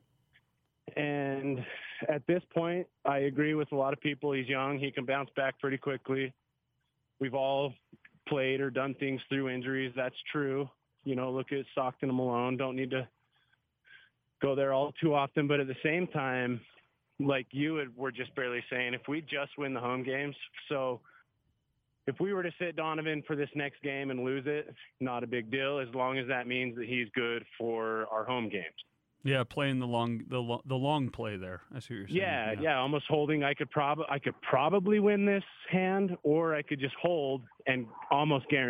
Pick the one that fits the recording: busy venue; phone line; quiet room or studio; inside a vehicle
phone line